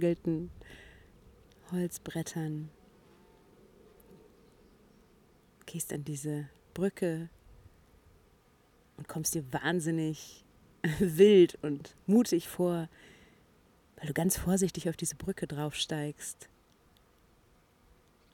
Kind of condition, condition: fault, sounds in the background